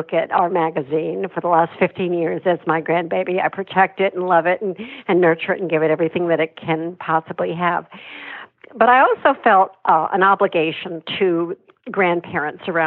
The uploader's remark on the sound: via internet phone